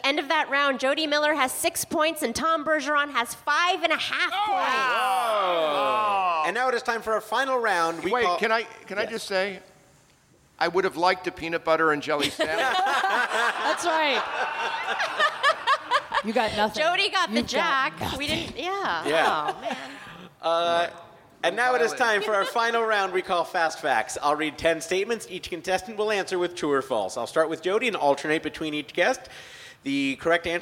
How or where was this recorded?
busy venue